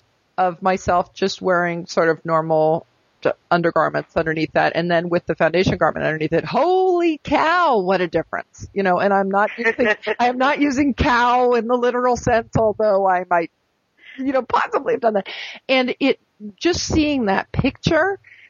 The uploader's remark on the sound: we have a telephone interview